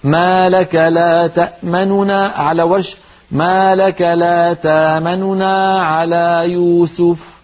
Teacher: تأمنا بالروم، ما الروم أن تنطقي نونين، الأولى منهما سريعة وصوتها منخفض